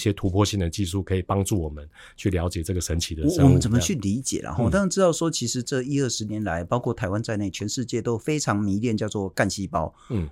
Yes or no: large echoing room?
no